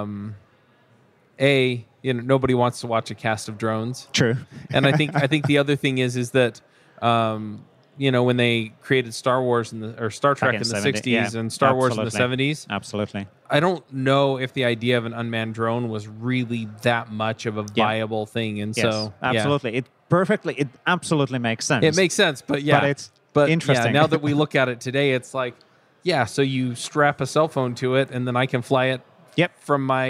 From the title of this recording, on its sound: LIVE at Microsoft Build